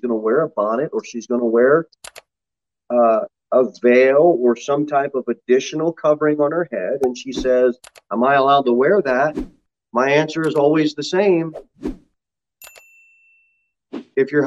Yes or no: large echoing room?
yes